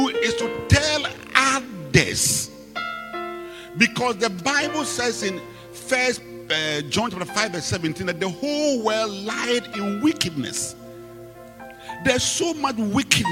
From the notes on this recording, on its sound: Preached at the Rose of Sharon Cathedral , Catch the Anointing Centre, LA - Acccra.